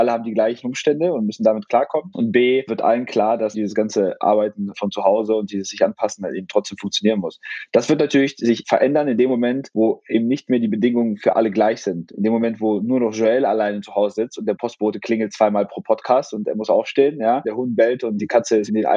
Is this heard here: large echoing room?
no